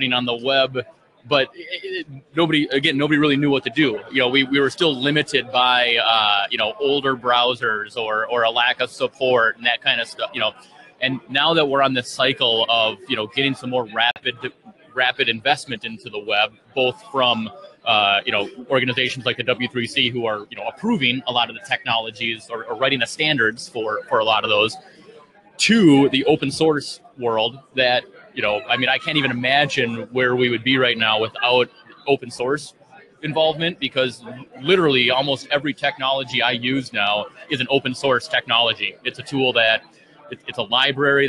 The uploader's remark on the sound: Live from Infotec 2016